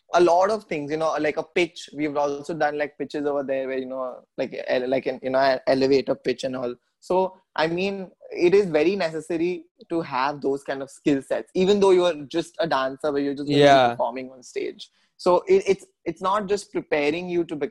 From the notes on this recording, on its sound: Zoom Meeting